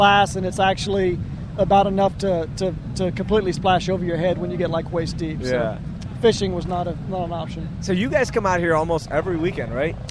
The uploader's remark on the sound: LIVE from Bolivar. Sit down live from the beach.